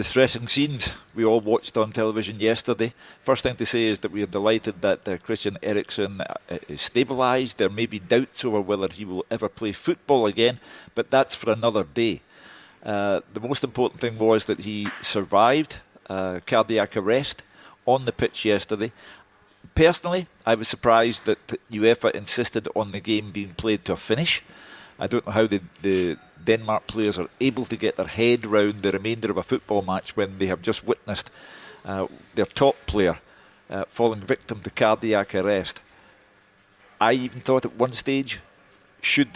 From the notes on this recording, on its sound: live from Scotland HQ at Drygate Brewery